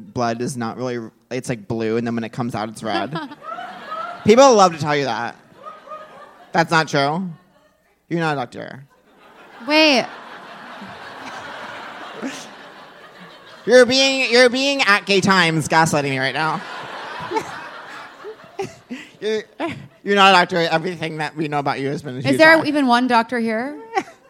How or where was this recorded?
live audience